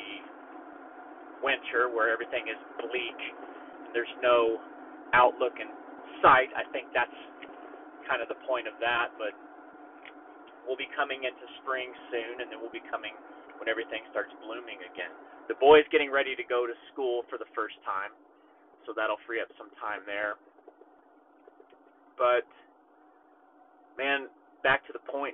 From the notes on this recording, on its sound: It was an off the cuff recording that happened in my truck, so I'll have to apologize for the audio in advance.